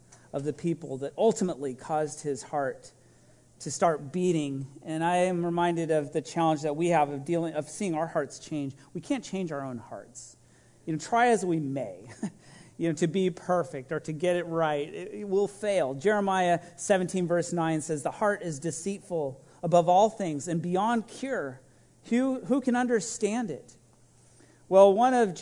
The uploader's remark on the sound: This message was recorded at a Sunday service on November 28, 2021